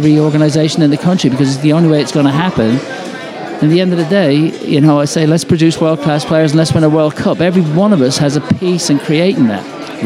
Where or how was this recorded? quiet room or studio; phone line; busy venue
busy venue